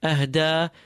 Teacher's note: Hamza of ahda, clean. The ha nice and smooth from the bottom of your throat. Ahda. Da at the end, it's a long vowel. · Da at the end, it's a long vowel. You pull it as well, double its length because of the hamza following it. Al-madul munfasil, yeah, as well. · Term: the separate mad